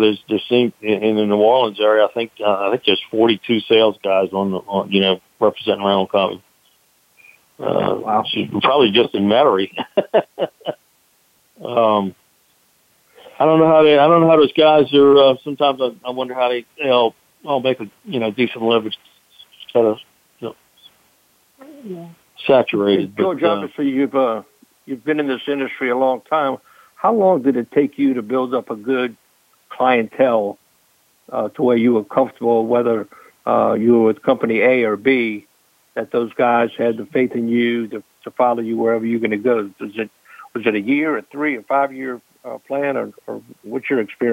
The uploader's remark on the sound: I will be fielding call ins